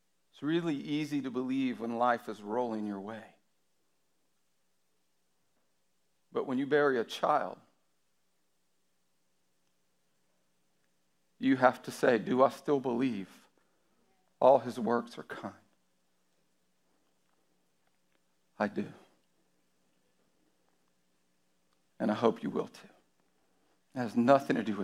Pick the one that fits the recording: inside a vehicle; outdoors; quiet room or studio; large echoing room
large echoing room